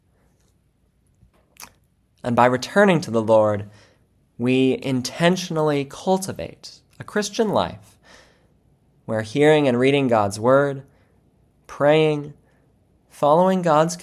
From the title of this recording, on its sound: February 14, 2024 Church Service – Ash Wednesday